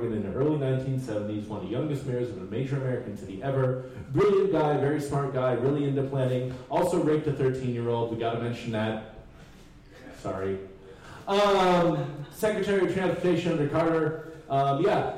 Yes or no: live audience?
yes